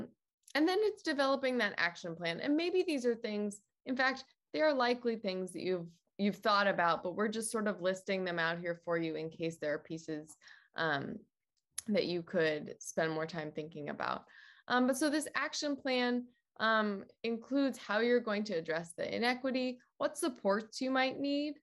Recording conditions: video call